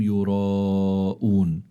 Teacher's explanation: الراء مفتوحة فإذا هي مفخمة